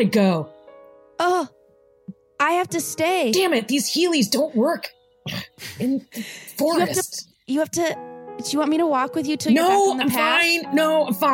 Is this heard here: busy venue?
no